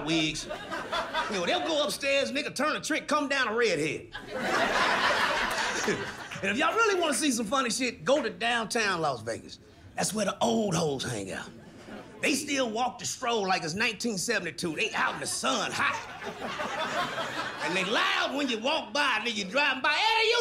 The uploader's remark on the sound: He takes the audience on a hilariously twisted journey that garners side splitting laughter